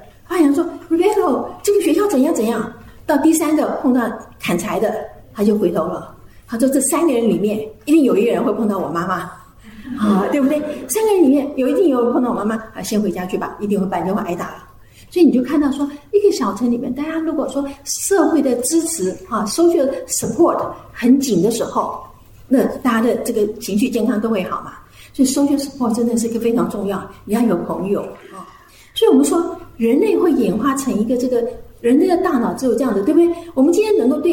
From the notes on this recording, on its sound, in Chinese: 專題講座現場錄音